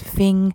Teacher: You'll sometimes hear the th at the beginning of words defaulting to an F